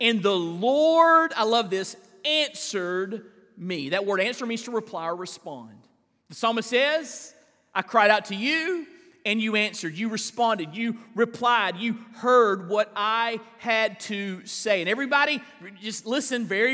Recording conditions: large echoing room